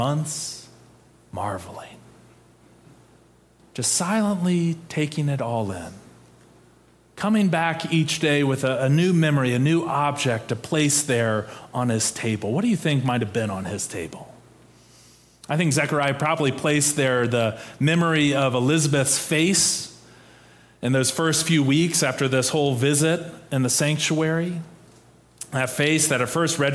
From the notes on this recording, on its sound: Preached on November 27, 2022, in our Sanctuary and MorningSong worship services.